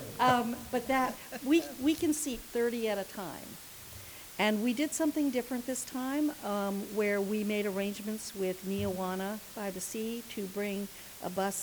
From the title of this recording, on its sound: Live recording of Seaside City Council meeting